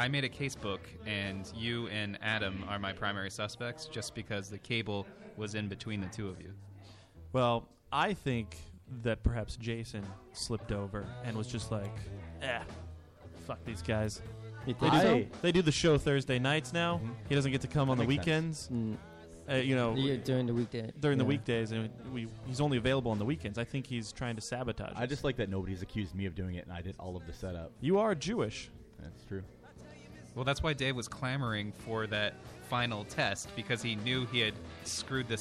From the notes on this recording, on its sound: We broadcast live from the Sensorium Pictures film screening!